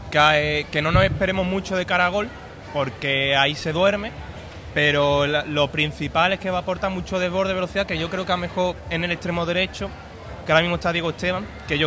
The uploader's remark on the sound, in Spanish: emitido en directo desde La Pxta Calle de Plaza Andalucía